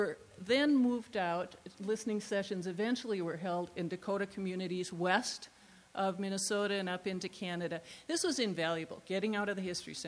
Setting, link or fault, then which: setting, live audience